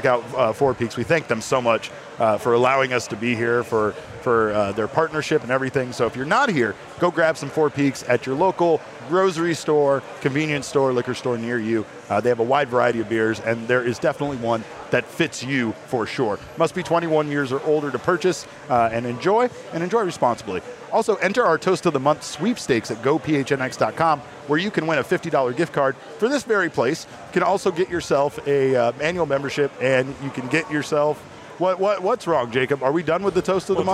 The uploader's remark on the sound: live from Four Peaks Brewing Company